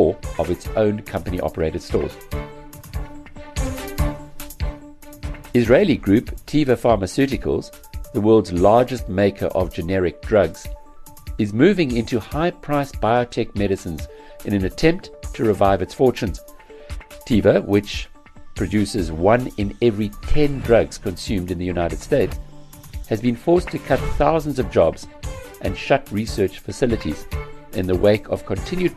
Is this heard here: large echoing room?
no